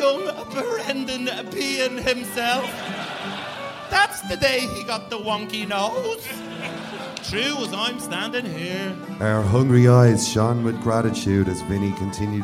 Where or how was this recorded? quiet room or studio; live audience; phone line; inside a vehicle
live audience